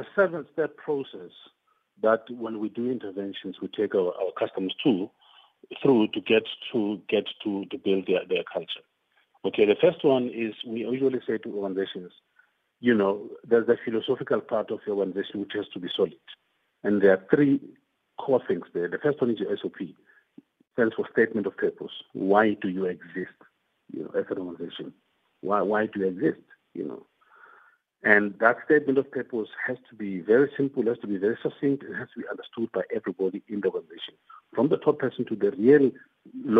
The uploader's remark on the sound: Guest on the line